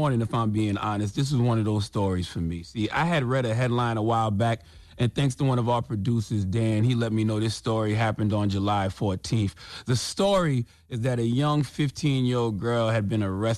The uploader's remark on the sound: we opened up the phone lines